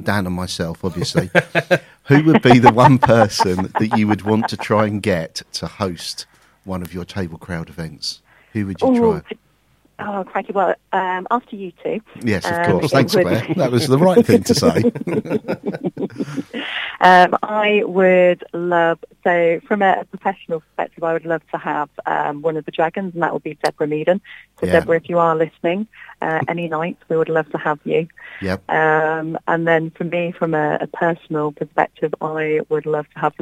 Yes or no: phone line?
yes